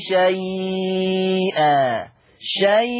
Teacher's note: قرأ ورش بالتوسط أربع حركات والإشباع ست حركات